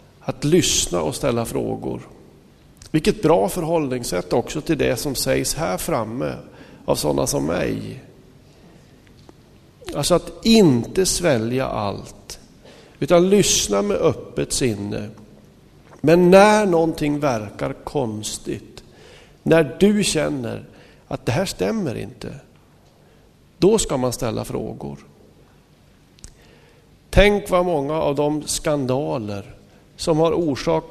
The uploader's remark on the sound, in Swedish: Inspelad i Smyrnakyrkan, Göteborg 2005-05-08.